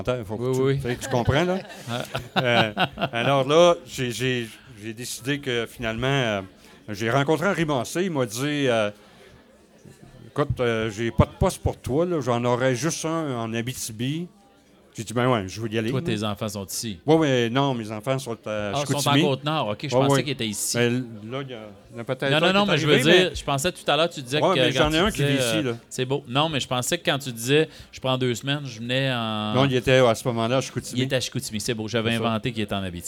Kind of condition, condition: setting, live audience